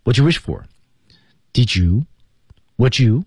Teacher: 那 did 和 you 连读读成 you.